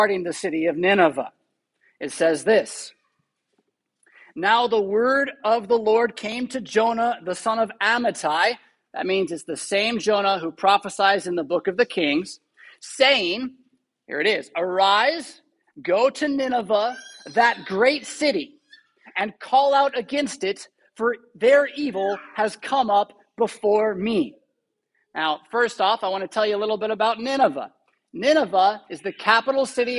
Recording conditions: large echoing room